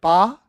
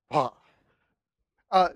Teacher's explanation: All right, you hear a little breathiness there. · Shown in: second take